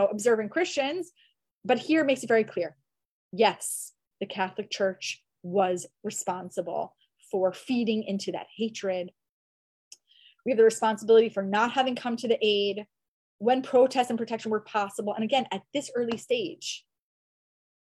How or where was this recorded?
video call